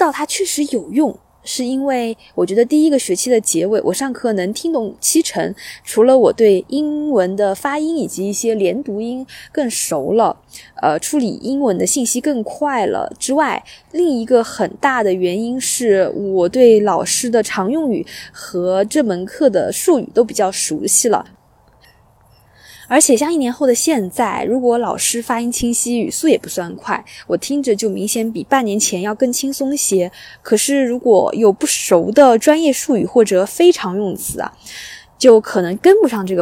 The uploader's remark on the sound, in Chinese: 我在湖边跑步，忽然来了兴致，于是在户外完成了播客录制。你将听到风声、鸟鸣、交通噪音、比较快的语速。